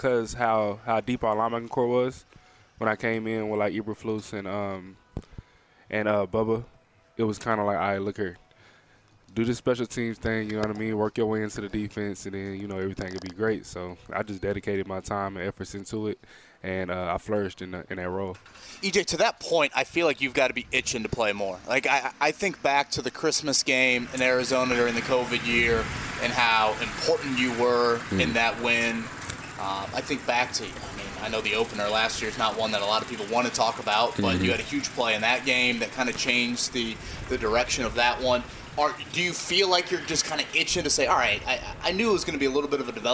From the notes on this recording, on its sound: LIVE from Colts training camp in Westfield!